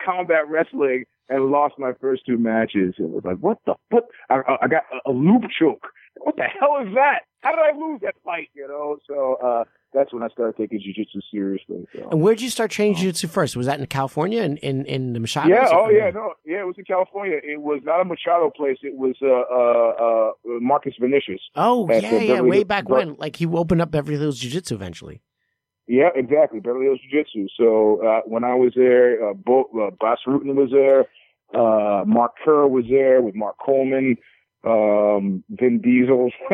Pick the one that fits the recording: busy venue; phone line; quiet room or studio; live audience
phone line